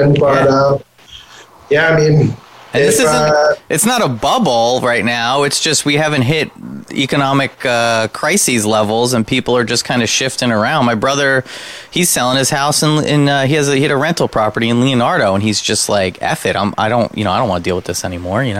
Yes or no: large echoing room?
no